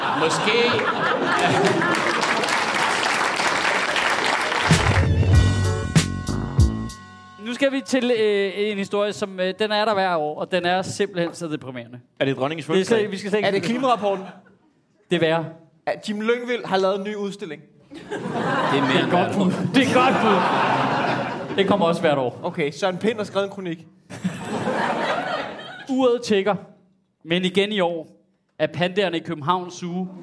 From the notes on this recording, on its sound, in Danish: Afsnittet er optaget live på Comedy Zoo